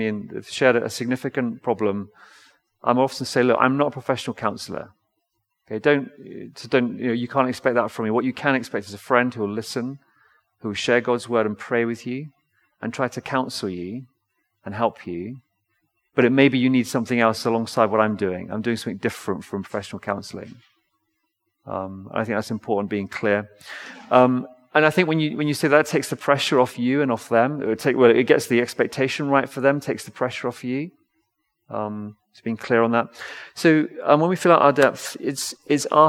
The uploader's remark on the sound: Recorded L4L session in the Binscombe Church (BWS)